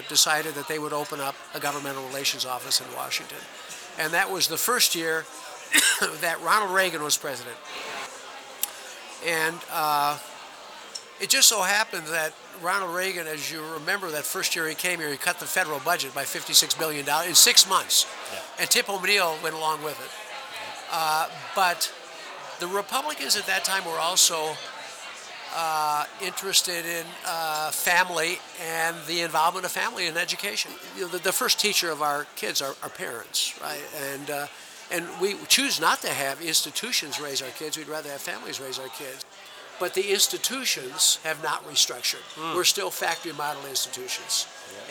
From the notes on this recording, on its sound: Sit down for a pre-quarantine conversation and drink at The Hamilton. Sit down for a pre-quarantine conversation and drink at The Hamilton.